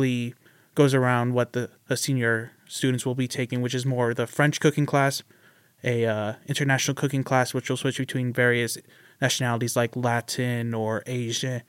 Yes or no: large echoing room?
no